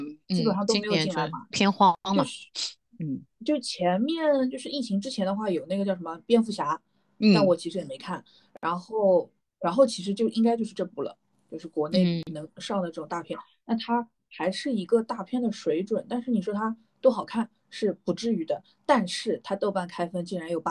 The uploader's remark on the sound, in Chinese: 所以采用了线上录制的形式。没花钱的腾讯会议。